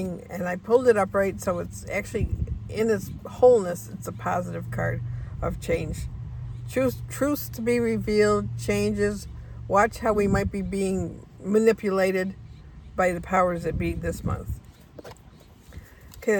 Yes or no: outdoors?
yes